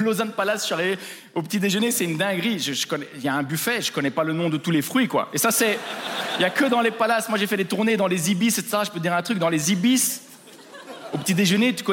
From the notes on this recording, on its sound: Trop de palaces en Suisse (Montreux Comedy Festival 2023).